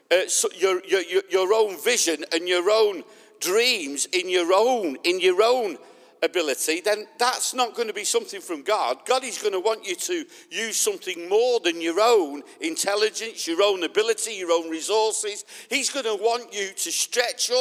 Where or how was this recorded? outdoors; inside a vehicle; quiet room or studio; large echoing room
large echoing room